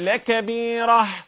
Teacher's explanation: أول حاجة حذف التنوين تاني حاجة الإبدال التاء إلى هاء